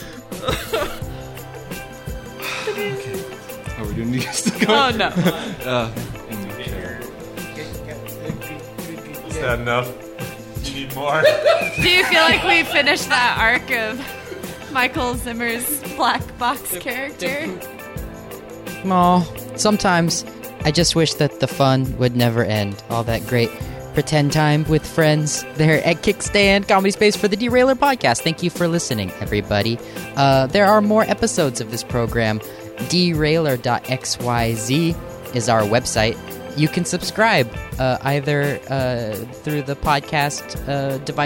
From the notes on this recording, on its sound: Recorded live at the Kickstand Comedy Space in Portland, Oregon.